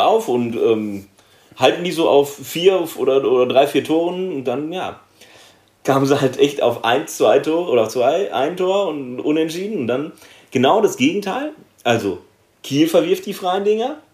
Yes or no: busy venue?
no